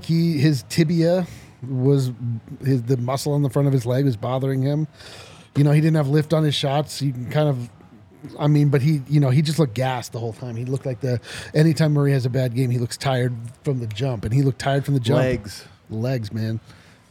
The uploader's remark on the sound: come to you LIVE from the DNVR Bar